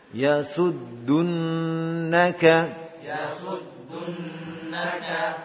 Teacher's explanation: coba dhammahnya ditambahkan ya, dengan memajukan bibir